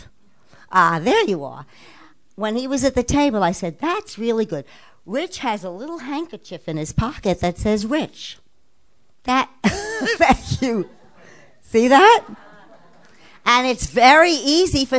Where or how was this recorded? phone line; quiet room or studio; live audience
live audience